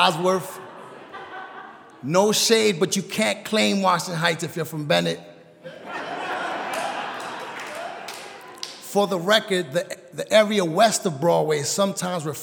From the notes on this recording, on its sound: A special episode live from the United Palace in Washington Heights, New York.